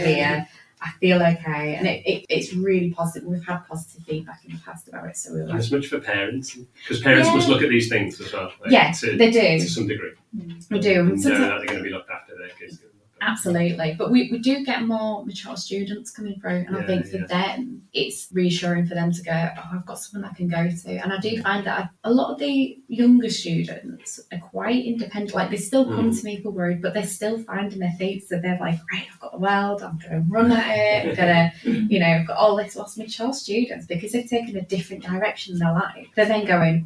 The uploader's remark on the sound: We're aware the audio isn't ideal.